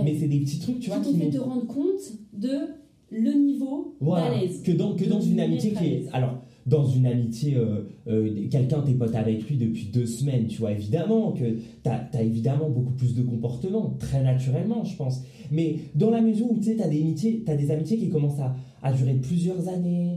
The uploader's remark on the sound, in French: Je m'excuse encore pour la qualité sonore de l'enregistrement qui n'est pas incroyable.